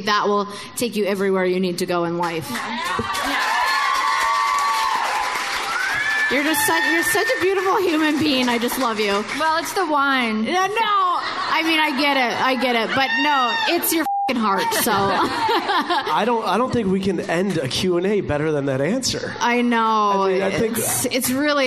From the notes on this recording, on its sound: another live show